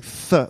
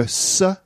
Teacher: French people, instead of going th, they go s, or they go f. · Shown in: second take · Yeah, or they go duh.